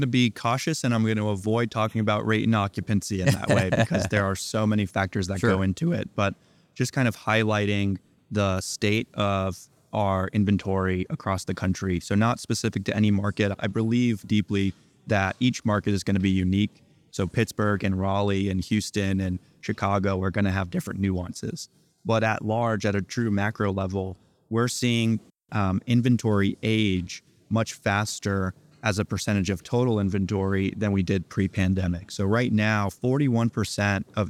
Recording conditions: busy venue